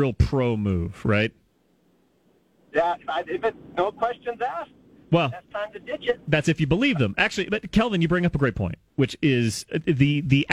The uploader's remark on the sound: takes your phone calls on News Radio KKOB